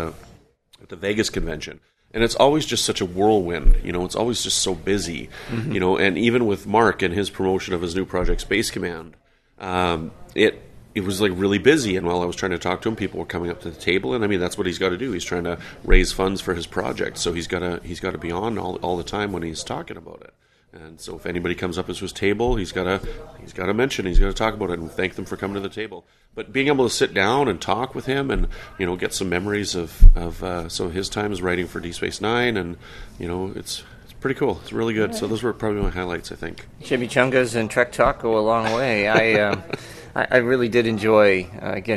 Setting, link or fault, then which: setting, busy venue